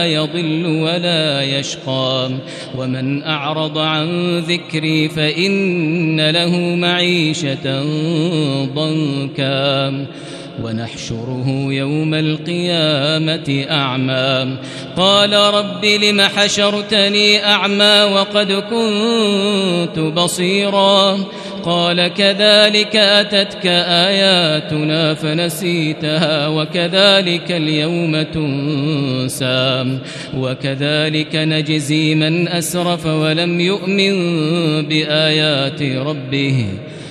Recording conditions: large echoing room